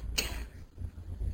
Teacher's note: الكاف فيها همس، الوترين الصوتين مفتوحين من تحت، فالهواء لقى سكه يمر منها